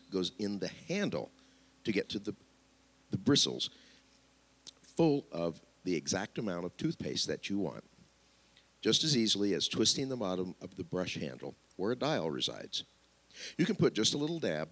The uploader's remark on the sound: Spirit Service. Sometimes we flow with the Spirit during services but still like to keep the recording in case words were spoken that are meaningful to those in attendance.